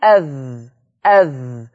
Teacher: هو انا لما اقول اذ اذ، مش انا طلعت طرف لساني مع اطراف الثنايا العليا